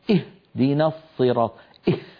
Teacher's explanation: أنبه إخواننا وخاصة المبتدئين، الذي يأتي أحدهم ليسمع مثلا سورة الفاتحة فيباعد جدا دون أن ينتبه بين الوترين الصوتيين في حلقه، فيقول مثلا اهدنا الصراط اه، فلما يقول اه يكون قد باعد الوترين جدا، وهذا يؤدي إلى تدفق كمية كبيرة من الهواء من الداخل إلى الخارج، فتتفرغ الرئة من الهواء ولا يخرج صوت الهاء لأنه ليس ثم احتكاك.